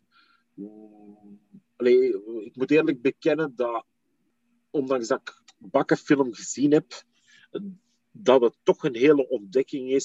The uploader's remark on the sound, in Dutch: Het interview werd gedaan via zoom.